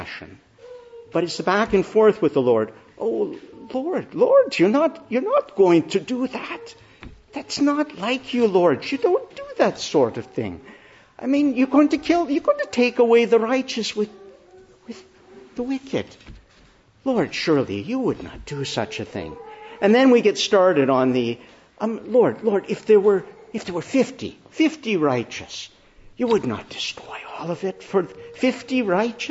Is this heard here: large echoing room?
yes